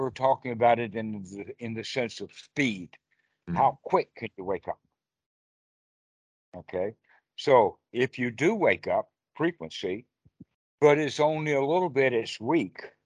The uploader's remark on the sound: skype calls on this channel